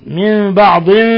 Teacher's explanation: إقلاب حيث قلبنا النون الساكنة ميما مخفى عند الباء